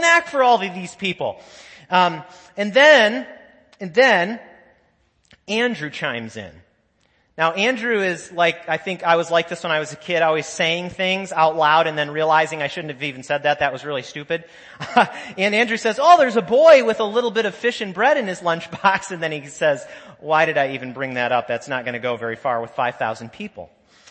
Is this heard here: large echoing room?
yes